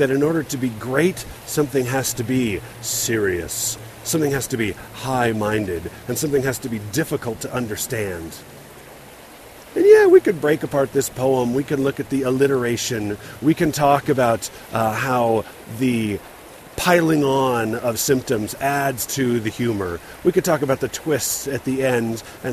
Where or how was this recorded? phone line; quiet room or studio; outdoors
outdoors